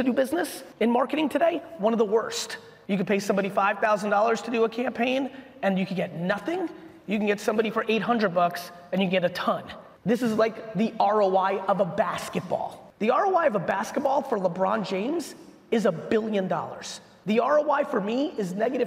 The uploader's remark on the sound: a Keynote in 5 recap from a recent keynote I gave in Houston, Texas for Sonic Automotive